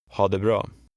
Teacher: In Swedish, the first two words run together when spoken in a sentence.